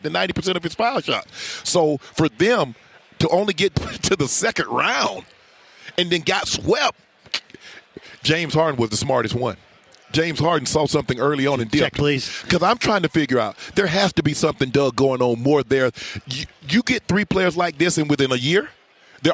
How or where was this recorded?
busy venue